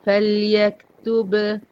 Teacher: مقلقلة ال ب وواضحة جدا لأن وراها واو مش وراها ب زي اللي فوق.